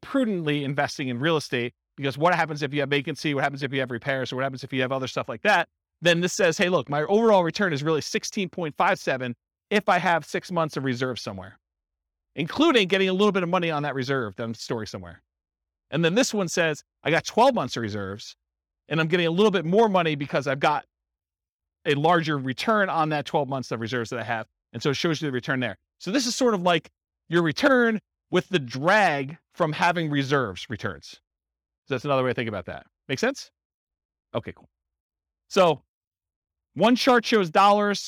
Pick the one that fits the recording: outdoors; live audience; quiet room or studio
live audience